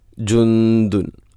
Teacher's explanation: അമ്മൻ ഹാദല്ലദീ ഹുവ ജുന്ദുല്ലക്കും, ജുന്ദുല്ലക്കും അവിടെ ഇഖ്ഫാവും ബിഗുന്ന, സുക്കൂനുള്ള നൂനിന് ശേഷം ദാല്, അപ്പോൾ നൂനിനെ അവ്യക്തമാക്കി മണിക്കണം